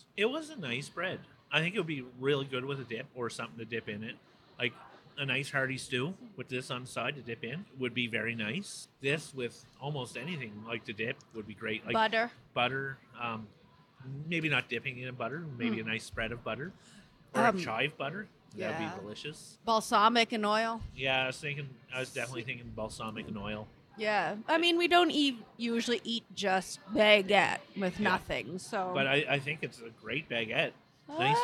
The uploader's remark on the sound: This week we are on location at Avenida Food Hall.